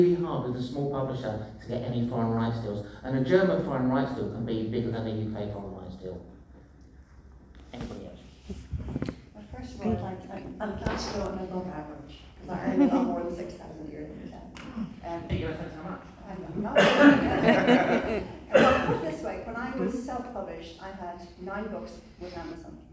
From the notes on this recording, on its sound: The second panel from the Darkside of Brighton Festival held at the Old Ship Hotel in Brighton on 28th October 2023.